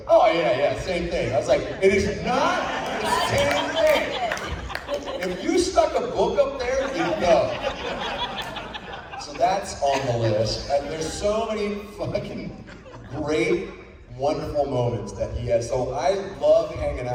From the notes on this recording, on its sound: recorded at Days of the Dead Atlanta (February 25, 2022)